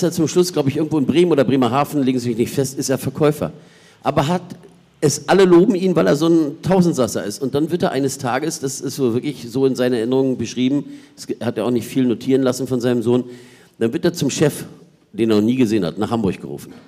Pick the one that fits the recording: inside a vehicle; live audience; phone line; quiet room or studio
live audience